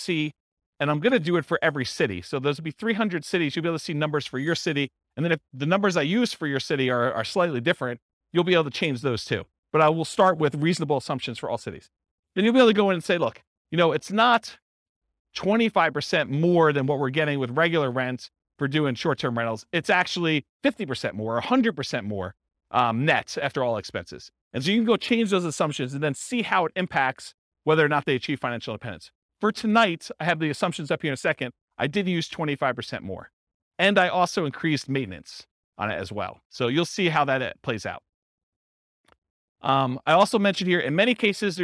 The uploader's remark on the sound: This was a live class recorded.